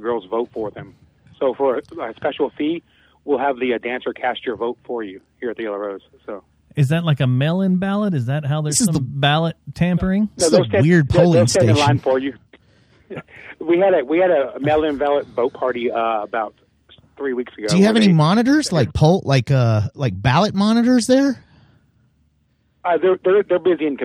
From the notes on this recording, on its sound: Some phone calls are made to our favorite polling locations to get down to the bottom of how everyone is really thinking!